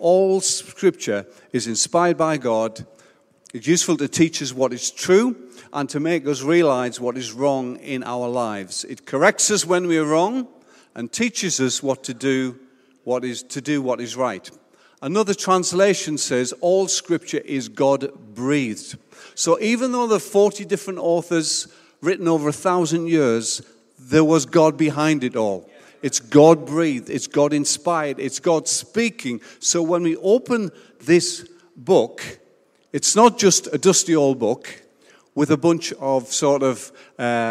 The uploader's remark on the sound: Recorded Live at Life Church Lancashire on 17th October 2021.